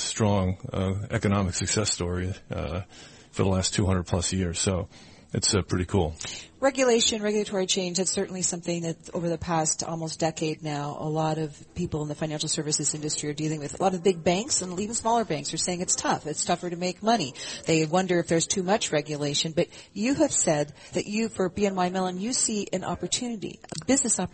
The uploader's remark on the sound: Broadcasting live from the BNY Mellon Asset Servicing Conference in Tuscon, Arizona.